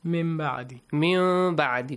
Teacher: Change the noon into a hidden meme sound. The ikhfa of meme. · Term: iqlab